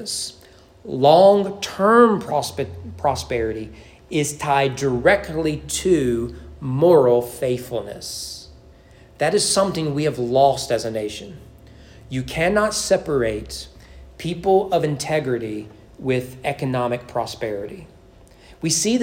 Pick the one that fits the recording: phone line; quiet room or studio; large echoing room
large echoing room